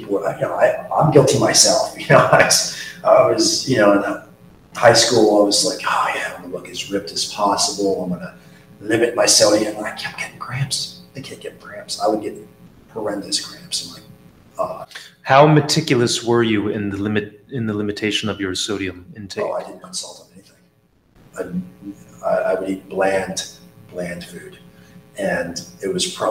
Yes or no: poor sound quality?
yes